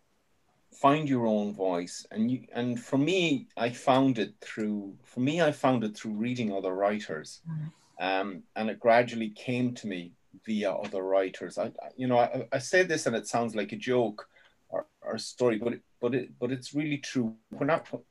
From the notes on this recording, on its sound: joined us for a Zoom workshop